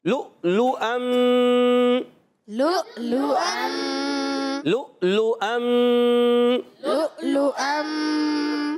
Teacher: یہ واؤ نہیں پڑھیں گے، یہ حمزہ پڑھیں گے، اور حمزہ کو خوب جھٹکا دے کے پڑھیں گے.